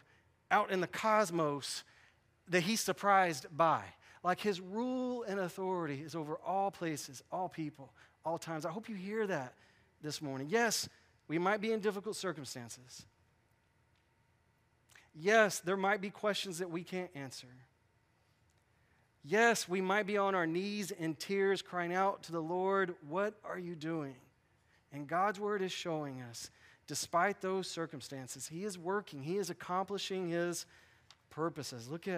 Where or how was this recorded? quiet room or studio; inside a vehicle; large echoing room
large echoing room